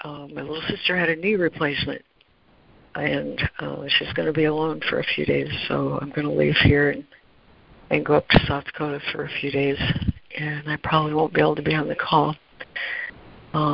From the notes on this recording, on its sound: ACIM Daily Conference Call